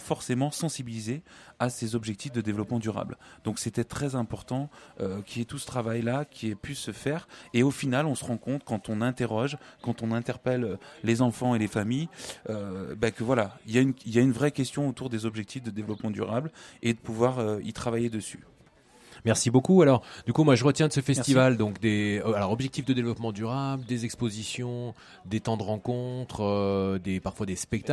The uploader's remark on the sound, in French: Enregistrement de l'émission de clôture du festival vivre ensemble tout un art en direct du marché de Saint-Christo-en-Jarez le 8 Juin 2019. Enregistrement de l'émission de clôture du festival vivre ensemble tout un art en direct du marché de Saint-Christo-en-Jarez.